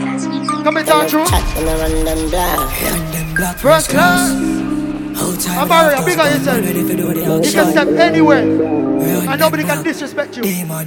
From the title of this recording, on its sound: Live Audio: Notting Hill Carnival